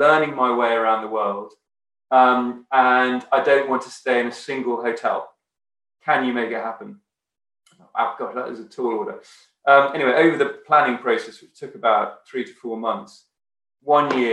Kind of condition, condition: link, video call